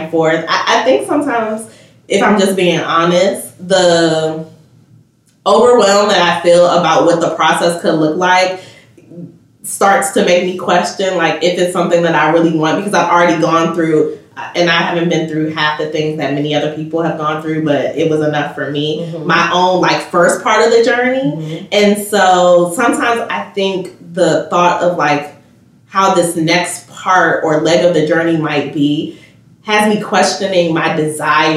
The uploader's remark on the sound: We lost audio this week and had to use a work around, so there’s an echo and the overall sound quality is diminished